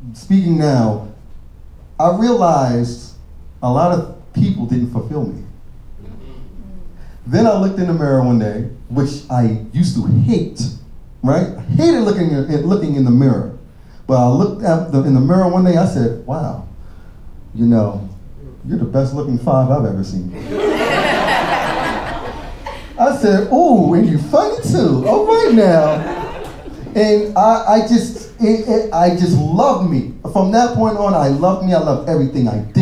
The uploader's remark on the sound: NYC LIVE SHOW